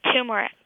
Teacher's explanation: usually people say it with the stress on the very first syllable, like you're saying it